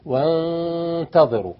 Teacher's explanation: وغنات مخرجة الخيشوم، الخيشوم بس اللي اشتغل، وانتظروا وكده، إنما تقول وان النون موجودة بس انت ضغطت عليه عشان تخفي، تعمل ايه، تبعد اللسان عن الأسنان، ما تخليش لسانك يحصل أسنان. · Term: الإخفاء